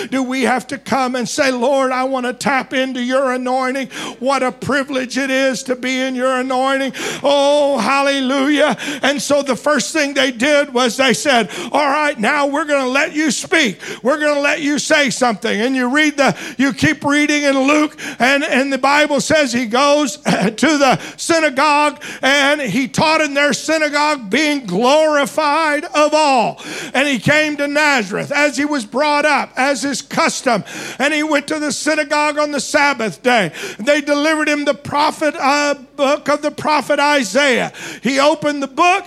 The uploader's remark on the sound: Preached at DCD Conference 2023. Morning Service.